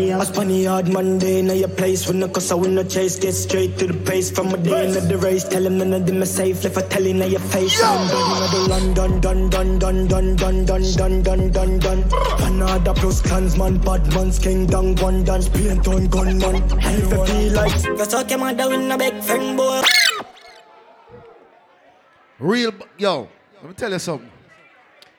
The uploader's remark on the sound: Live audio recording of the 90s vs 2000s party